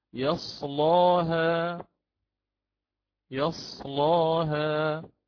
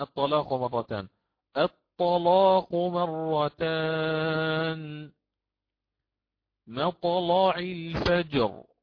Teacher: فأنا أغلظ اللام وقبلها حرف الصاد أو الطاء أو الظاء · Term: تغليظ اللام